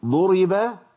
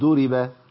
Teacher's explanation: ان الضاد لو تعاملنا معاها بشيء من التراخي تبقى دال على طول · Shown in: first take